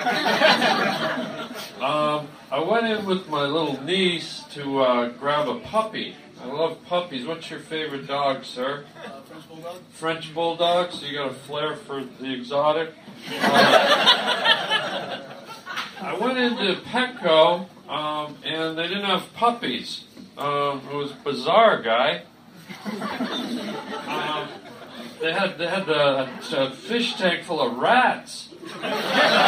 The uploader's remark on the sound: LIVE in an attic. Does a live stand up show in the attic of a Chinese diner.